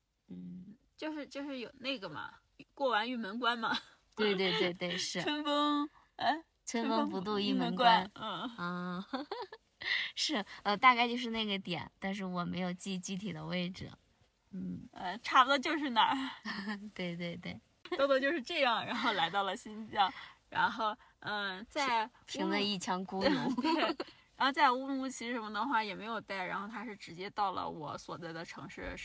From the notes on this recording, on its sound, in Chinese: 这期节目录制于”大西洋最后一滴眼泪“赛里木湖的湖边停车场的车内。我们在夜晚的星空下畅谈。